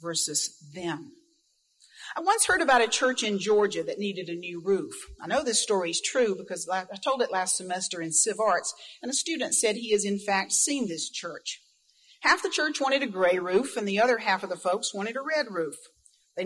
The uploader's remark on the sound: Recording of Grove City College's Chapel service. This audio interview was conducted by Grove City College Archivist.